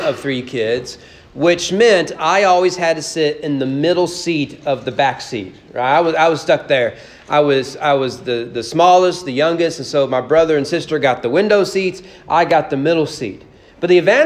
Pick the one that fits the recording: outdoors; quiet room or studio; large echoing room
large echoing room